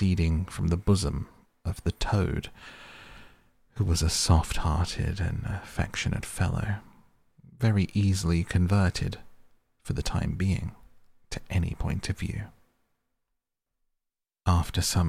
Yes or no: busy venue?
no